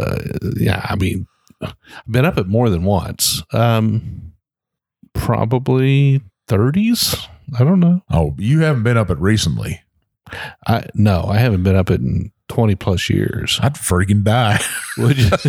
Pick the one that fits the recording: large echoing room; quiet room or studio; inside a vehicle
quiet room or studio